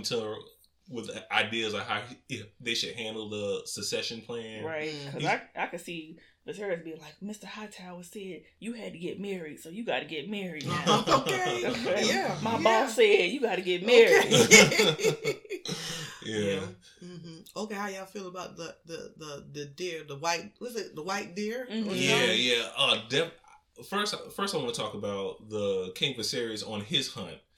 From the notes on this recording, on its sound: Sorry for any audio issues.